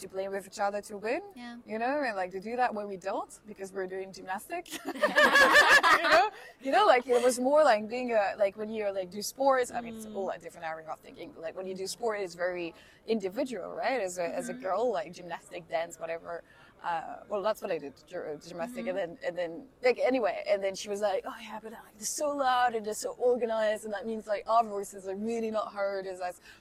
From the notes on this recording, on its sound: We record our conversation during a feminist festival in Brussels, at which we are joined by a cat.